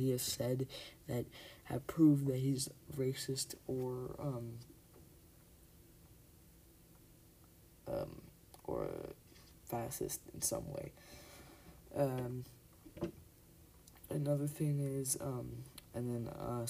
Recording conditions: uneven or low level